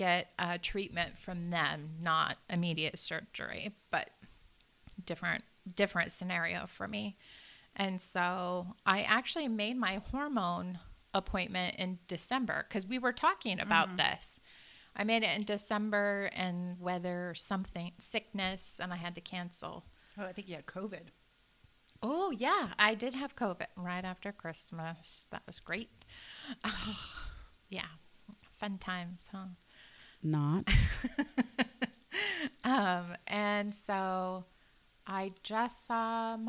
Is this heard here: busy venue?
no